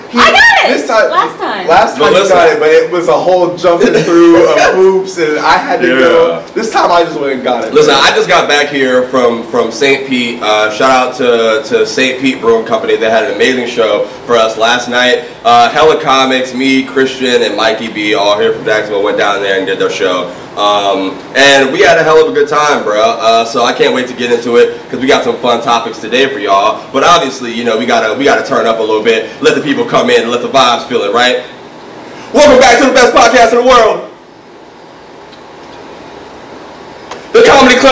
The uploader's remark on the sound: We had some AUDIO DIFFICULTIES this pod! Accidentally unplugged the audio cord so we had to use the raw camera audio.